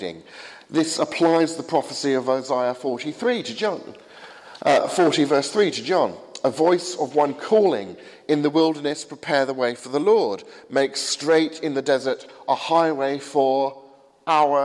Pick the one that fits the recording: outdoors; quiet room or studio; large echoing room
large echoing room